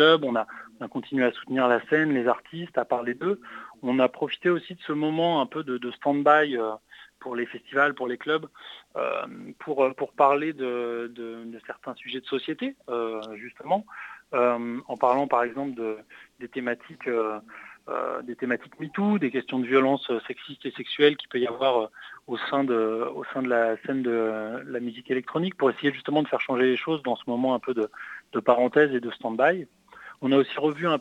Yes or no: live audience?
no